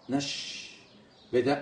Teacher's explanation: عندما تنطق بحرف الشين ينتشر النطق بها في الفم الم نش شوف هذا هو يسمى الايه الانتشار بصفة التفشي في الحنك من الداخل عند النطق بهذا الحرف.